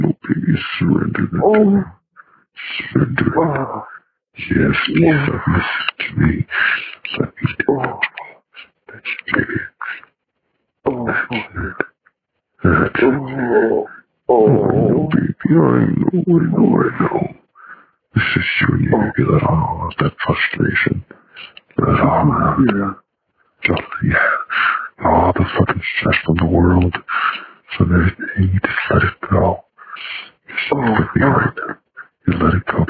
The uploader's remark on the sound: Because this was a fuzzy phone recording, you might not understand every word.